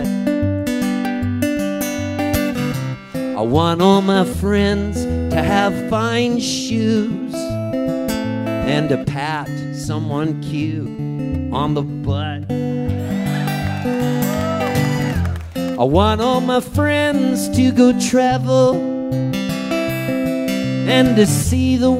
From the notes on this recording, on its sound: recorded live in Charleston, West Virginia